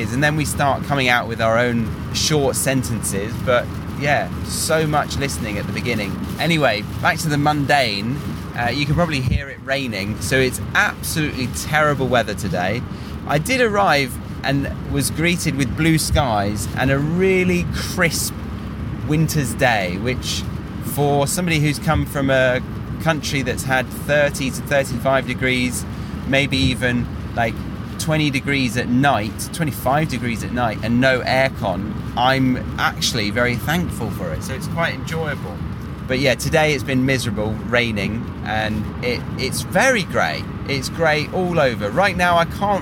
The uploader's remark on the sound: Motorway Monologue. When he was back home to see family and friends in the UK. So, he decided to record this podcast on the road in action! Listen to the motorway experiences he had back in his motherland!